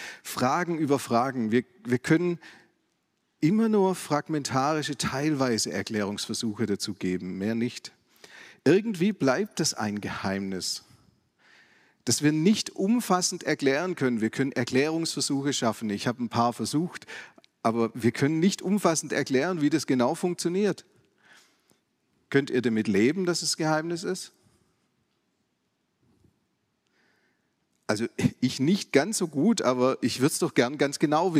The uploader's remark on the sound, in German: aus dem Classic-Gottesdienst der Missionsberg-Gemeinde